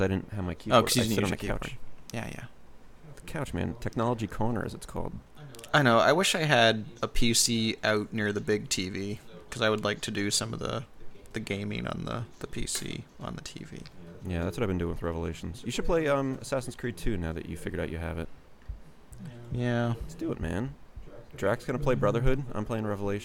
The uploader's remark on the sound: Left his speakers on for the entire recording. Send all complaints about the echo.